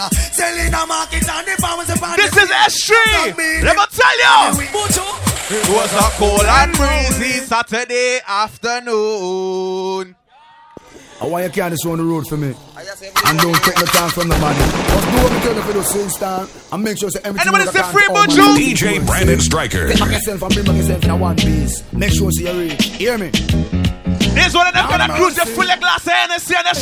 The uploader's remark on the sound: LIVE AT S3 CRUISE DEC 2015